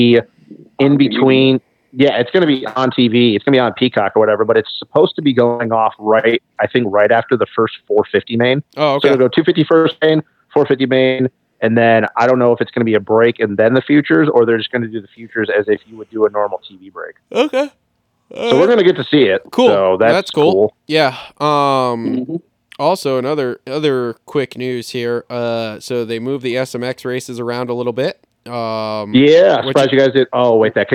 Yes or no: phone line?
yes